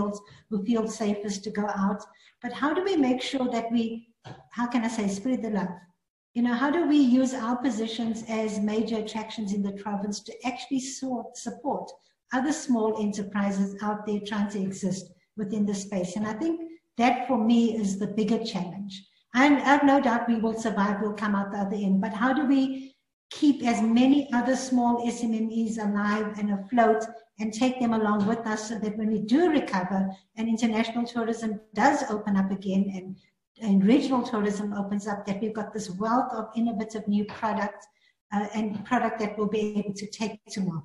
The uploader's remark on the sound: Webinar discussion